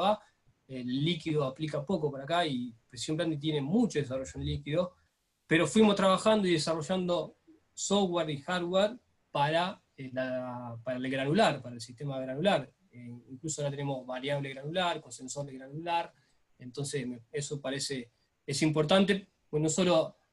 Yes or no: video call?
yes